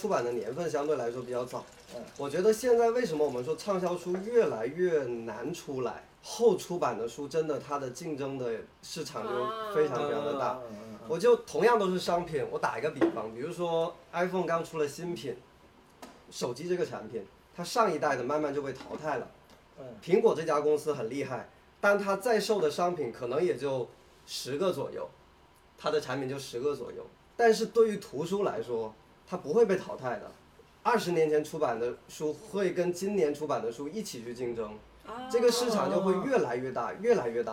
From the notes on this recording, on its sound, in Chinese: 这期节目的录制地点是沈阳的离河书店。书店举行一场读书会，我们作为嘉宾参与其中。